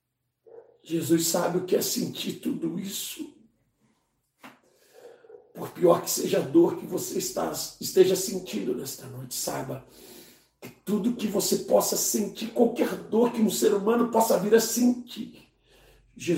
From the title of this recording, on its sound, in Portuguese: Culto de domingo (santa ceia) - 11/04/2021 - Live pelo Facebook e YouTube